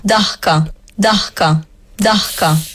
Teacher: C'è un po' di aspirato